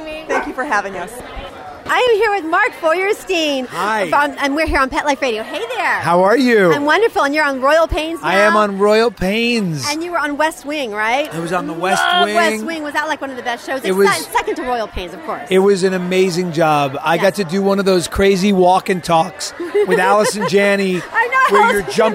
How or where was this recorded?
busy venue